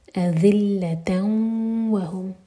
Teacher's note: تن و ادغام غنہ کے ساتھ تو ناک میں آواز لے جائیں گے اور دو سیکنڈس کا ٹائم دیں گے